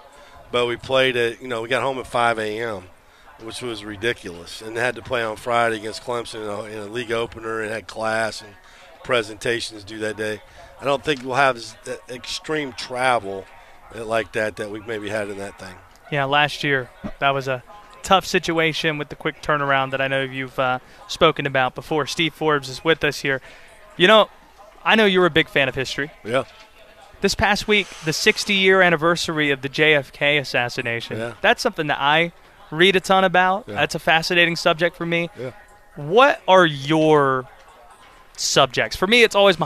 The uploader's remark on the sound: live from the Lawrence Joel Coliseum